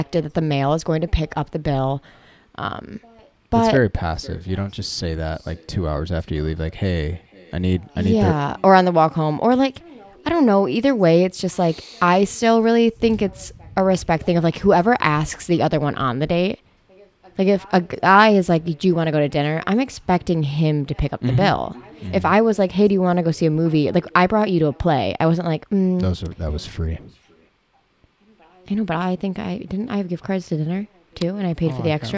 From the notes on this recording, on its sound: Apologies about the echo. We;re newbies at the editing thing.